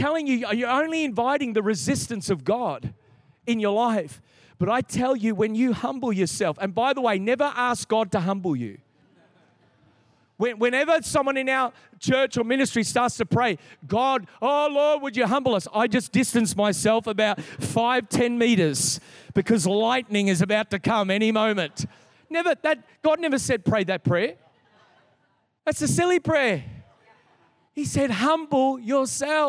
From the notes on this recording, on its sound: This is the message from the 1st night of our Three Nights of Fire. Recorded in a 7pm service on Friday, the 21st of October 2022.